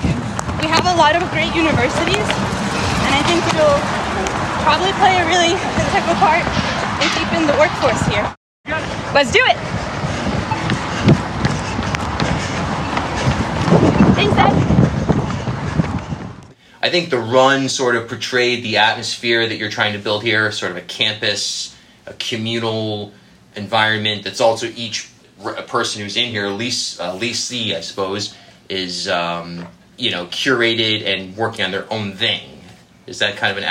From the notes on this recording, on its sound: for a jog through downtown Providence